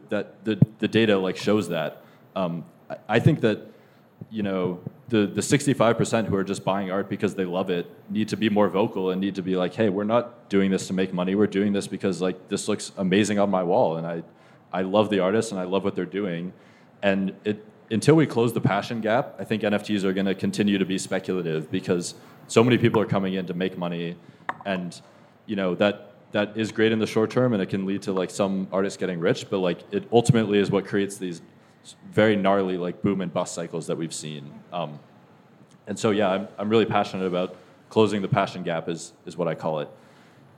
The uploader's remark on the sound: The State of NFTs Panel (Live from NYC).